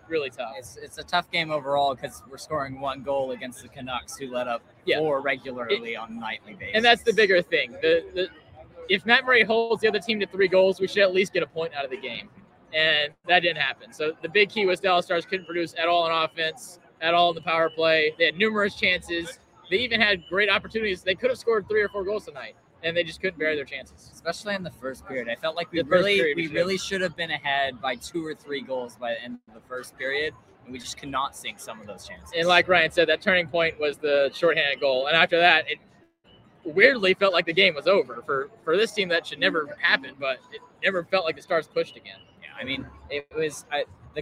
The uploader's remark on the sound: LIVE from PNC Plaza at the American Airlines Center.